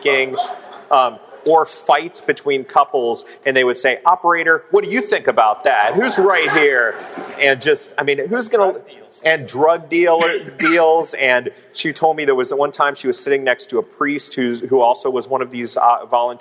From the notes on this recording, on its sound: I interviewed at the XOXO conference and festival. The folks who videotaped throughout XOXO 2012 and 2013, for providing the high-quality audio file.